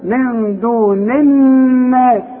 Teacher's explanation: النون اللي قبل الناس مكسوره، وعند النون بتاعت الناس مشدده، يبقى دي بدون غنه والتانيه غنه